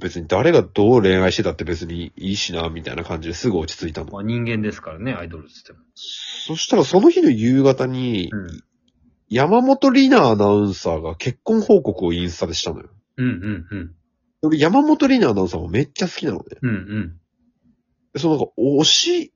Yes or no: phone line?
no